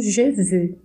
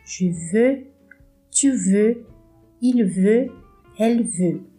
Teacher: é o E com os lábios arredondados como se estivesse falando O